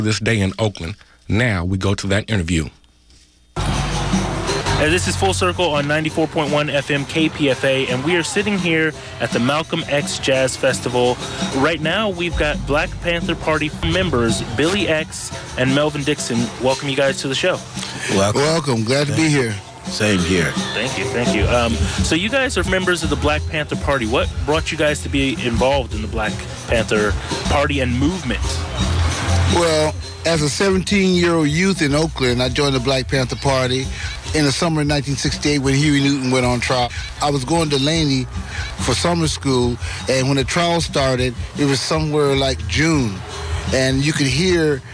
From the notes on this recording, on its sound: interviews from the Malcolm X JazzArts Festival held in San Antonio Park in Oakland